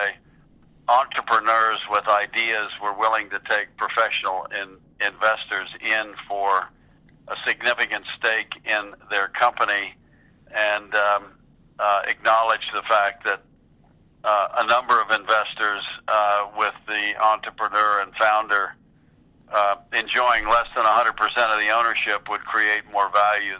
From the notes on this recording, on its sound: In this phone interview